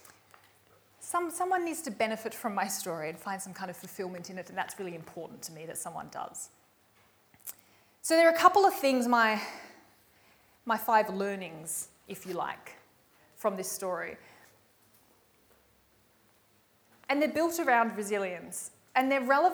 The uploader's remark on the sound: recorded live at REBar Camp 2018